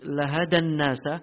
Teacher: It emphasizes the meaning of the verb, but the actual verb starts from the ha. So, if you emphasize the la, you may give an incorrect meaning. You have to emphasize the ha. · Term: vocal stress